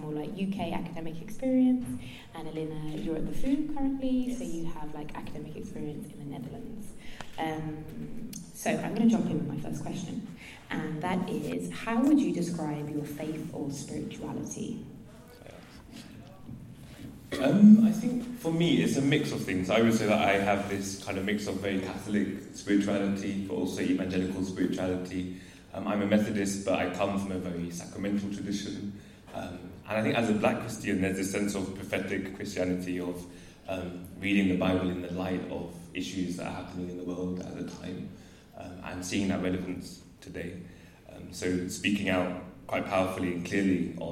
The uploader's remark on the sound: This was a panel discussion at the graduation show